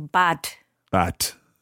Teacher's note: It's a soft D, but the Germans often pronounce it with a harder D than it's written.